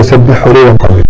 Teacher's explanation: تبين الحاء ويحذر من إدغامها في الهاء وهي قريبة منها لأنها من حروف الحلق نعم قريبة منها مخرجا الحاء هنا ساكنة والهاء الحاء هنا ساكنة